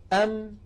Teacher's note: يعني أنا إذا أردت أن أنطق ميما ساكنة فأقول أم، جربوا هكذا أنتم، أم، فتكون الشفتان مبتعدتان عن بعضهما أو مبتعدتين عن بعضهما ثم تصطدمان هكذا أم، فنهاية الحرف الساكن شفتان ملتصقتان · Term: ميم ساكنة